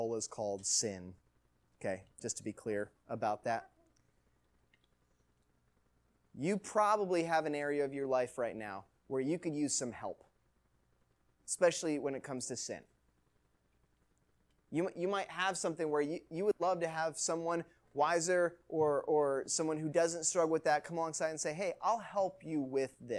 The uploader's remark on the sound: Recording of Youth Message on 1-9-19 at Third Baptist Church, Marion, IL